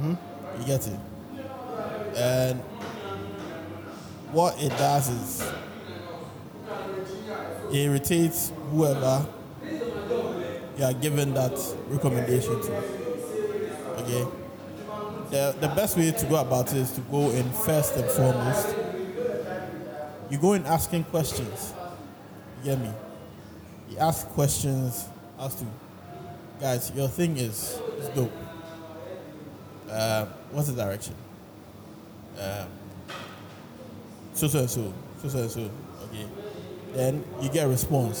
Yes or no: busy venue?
yes